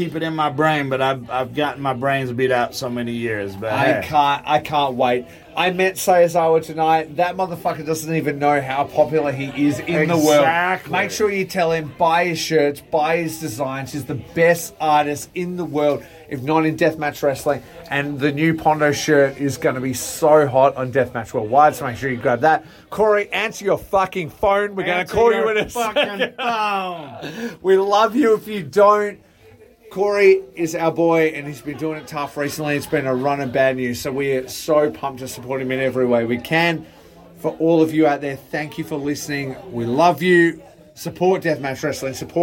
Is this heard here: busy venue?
yes